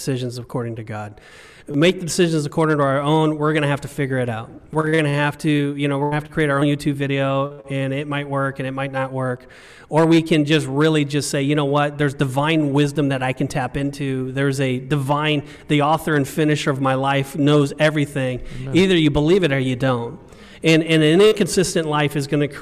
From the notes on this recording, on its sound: filmed live at Compass Community Church